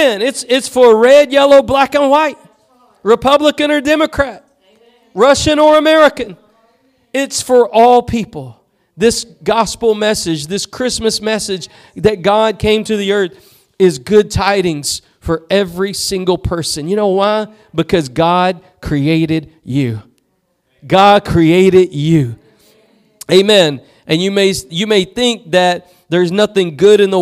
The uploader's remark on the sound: Preached at Gospel Lighthouse in Bossier City, La.